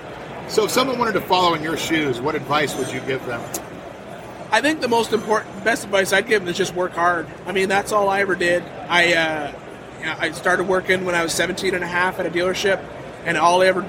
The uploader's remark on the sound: recorded a short conversation with various off road leaders during Off Road Expo 2015